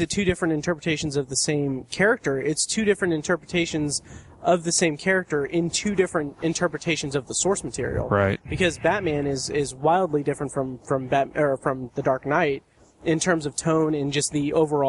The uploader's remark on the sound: recorded live outside a bookstore